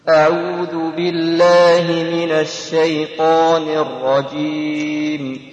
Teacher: لفظ الجلالة في بالله مرقق أم مفخم لماذا لأنه سبقت اللام بكسرة